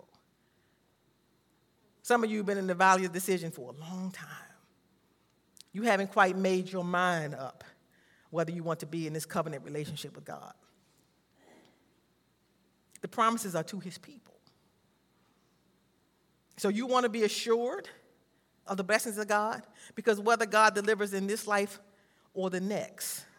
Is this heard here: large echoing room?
yes